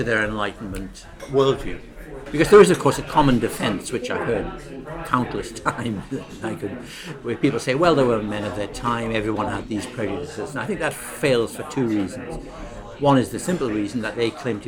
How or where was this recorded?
busy venue